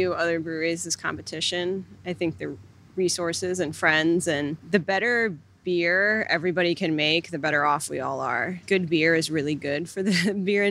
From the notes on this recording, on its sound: Recorded on location at Wander Brewing, Bellingham, WA